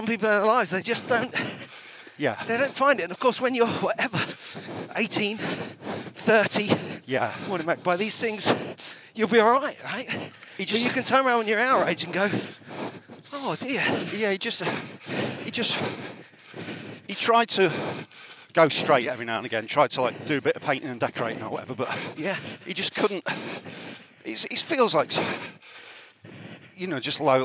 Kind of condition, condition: setting, outdoors